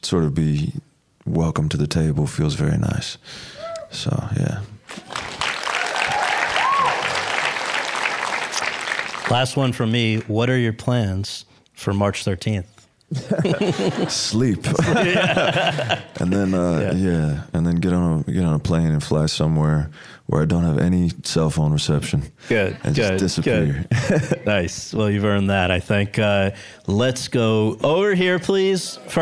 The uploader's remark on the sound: LIVE. In front of an audience of students at Chapman University.